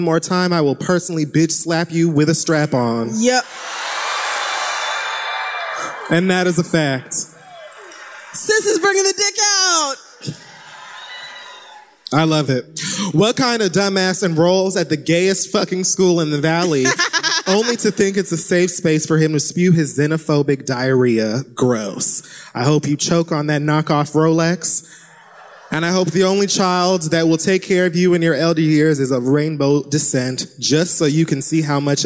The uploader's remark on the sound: Live in Oakland